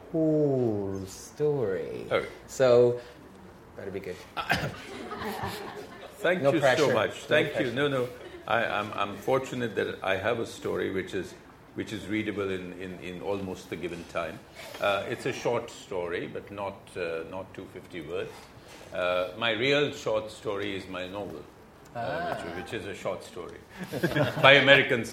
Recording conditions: live audience